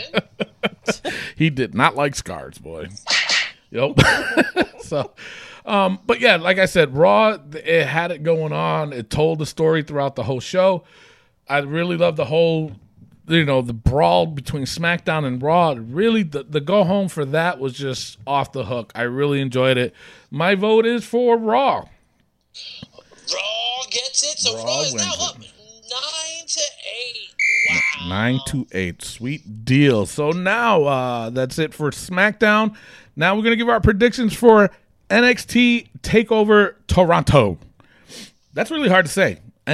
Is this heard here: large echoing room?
no